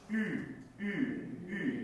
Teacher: これウムラウトの場合はどれだけ伸ばしてもウーっと音が変わりません